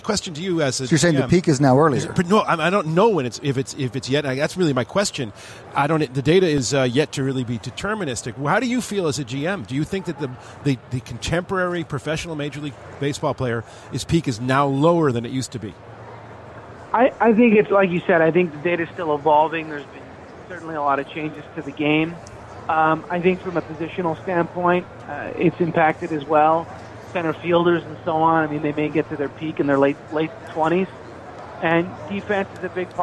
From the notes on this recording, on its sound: broadcast from radio row at Super Bowl 53 in Atlanta